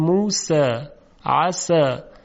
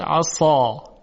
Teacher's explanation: اگر این استفال را ازش بگیریم و استعلابش بدیم میشود عصا، یعنی تبدیل به حرف صاد میشه